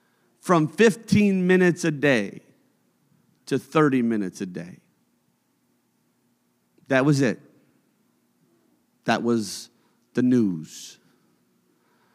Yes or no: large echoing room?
yes